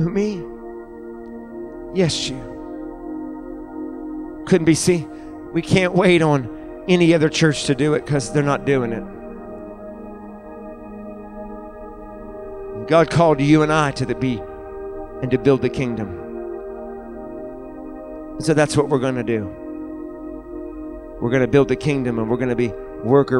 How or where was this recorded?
large echoing room